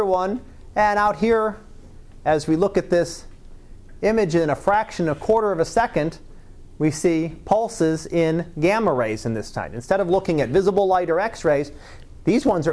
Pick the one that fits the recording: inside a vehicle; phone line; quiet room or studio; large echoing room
large echoing room